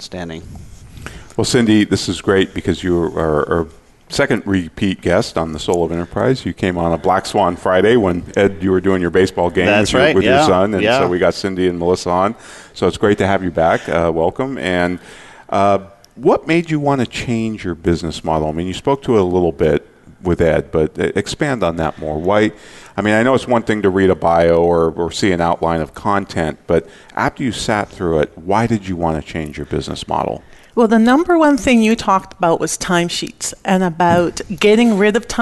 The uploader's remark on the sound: Live Broadcast at the The IPBC IGNITE Conference.